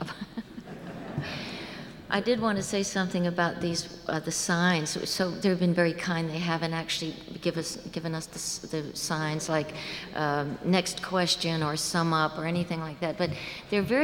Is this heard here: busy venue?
yes